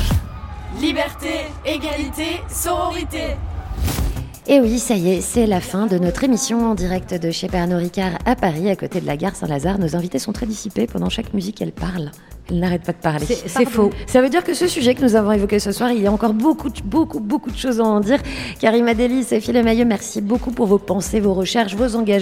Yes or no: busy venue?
yes